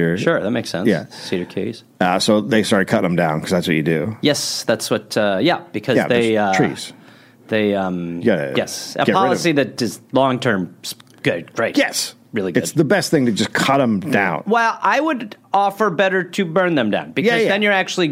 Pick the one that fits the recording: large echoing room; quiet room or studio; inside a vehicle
quiet room or studio